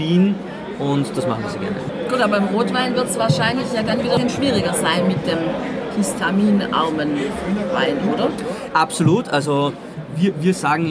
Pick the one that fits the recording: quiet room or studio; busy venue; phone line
busy venue